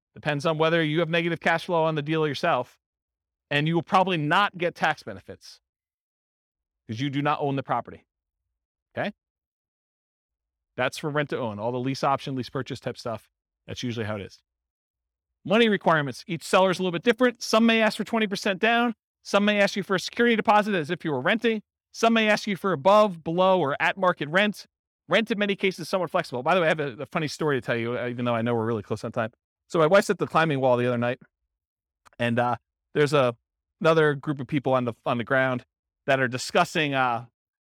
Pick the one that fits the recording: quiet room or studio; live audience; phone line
live audience